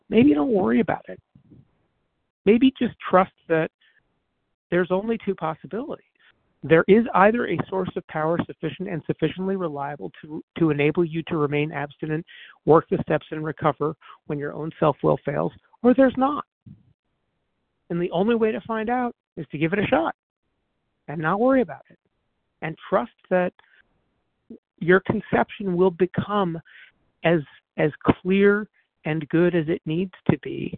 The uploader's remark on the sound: 100 Pounders Phone Meeting